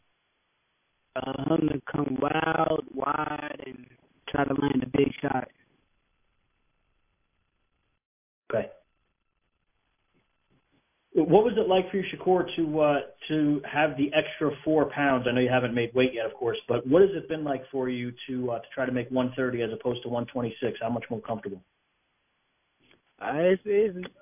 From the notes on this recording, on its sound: Media Conference Call